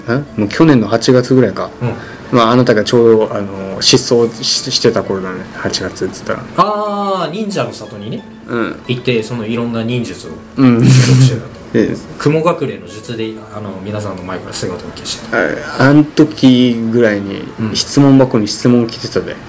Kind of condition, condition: fault, background noise